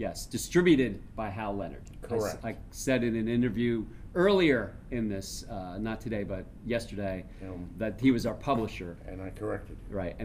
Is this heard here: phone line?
no